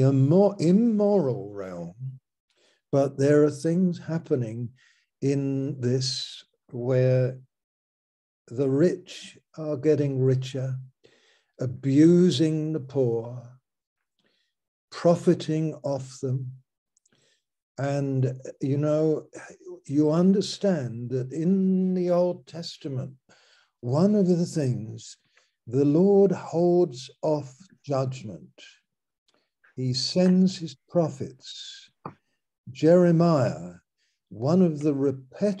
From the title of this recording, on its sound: Malaysia Meets (Zoom)